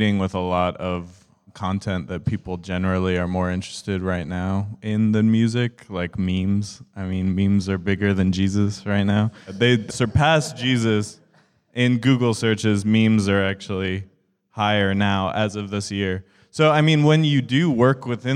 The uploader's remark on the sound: One of our favorite moments from our recent live panel on music marketing with record labels Warp, Break World, Don Giovanni and Father/Daughter.